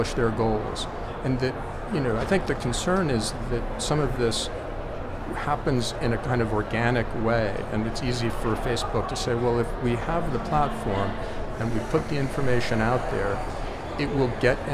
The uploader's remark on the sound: recorded at HLTH in Las Vegas